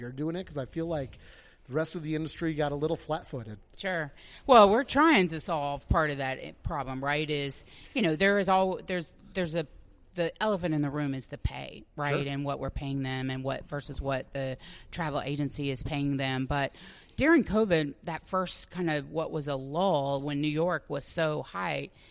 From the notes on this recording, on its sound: sat down with us at the ASHHRA (American Society for Healthcare Human Resources Administration) 2022 Annual Conference in Phoenix, Arizona.